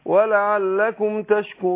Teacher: مد العرض للسكون فاثنين او اربعه او سته